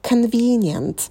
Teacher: Здесь у нас первый слог — это звук шва. Con, а потом долгий и.